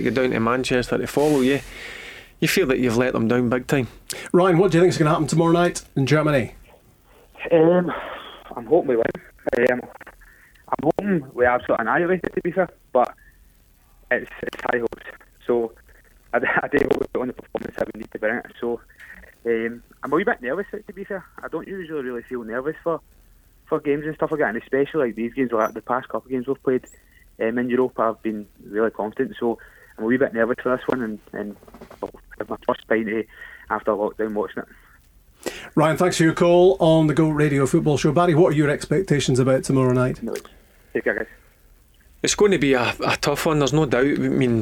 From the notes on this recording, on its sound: Joined in the studio. On the phone.